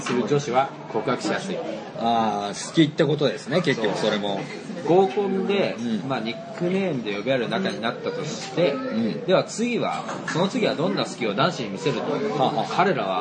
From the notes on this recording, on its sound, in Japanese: 蕎麦屋さんでの収録です